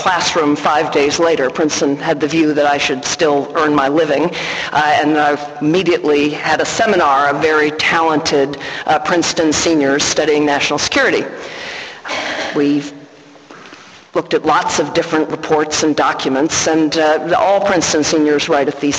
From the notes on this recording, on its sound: Inaugural Fulbright lecture in International Relations, given at St Antony's College